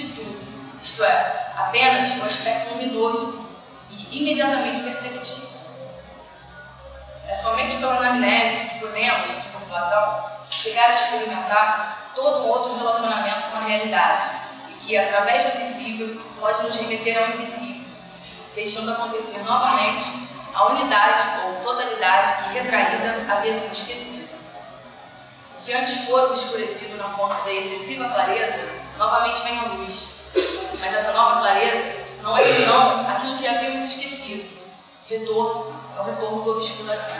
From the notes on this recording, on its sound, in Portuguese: Comunicação gravada durante o XXVIII Encontro Nacional de Estudantes de Filosofia (ENEFIL) em 2012, em São Luiz MA